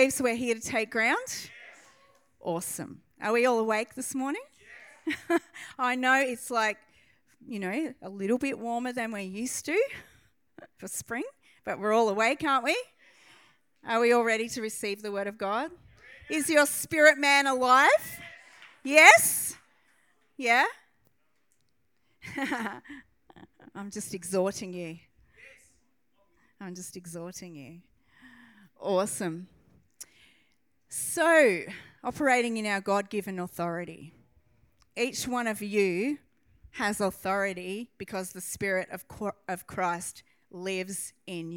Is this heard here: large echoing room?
yes